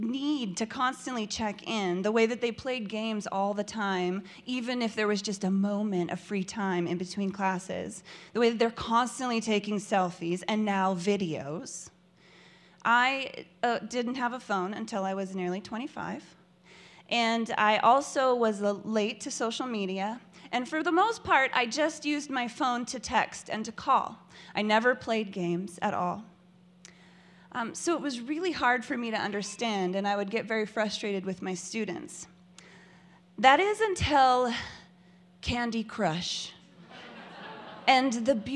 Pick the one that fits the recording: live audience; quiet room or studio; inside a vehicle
live audience